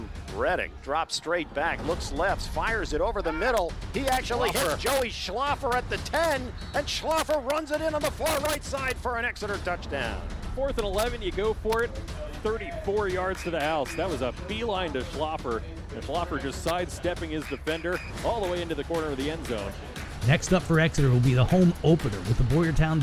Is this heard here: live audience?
no